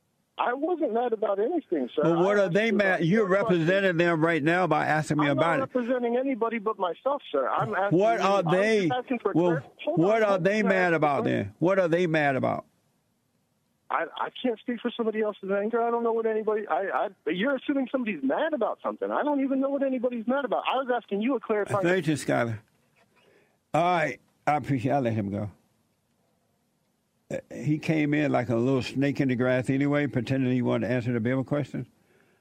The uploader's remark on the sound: Someone called